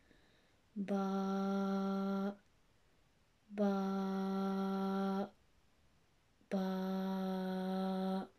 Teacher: lip letter, as it is pronounced from the wet part of the lips. And when you spell the letter ba in Arabic, it has an empty alif in the spelling.